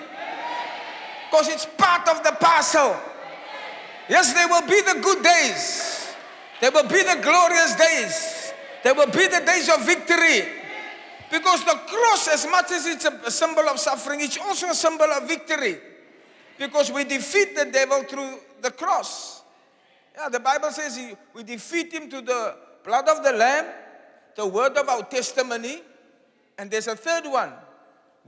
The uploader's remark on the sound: Preached on Good Friday Miracle Service at Zion Sanctuary, Cape Town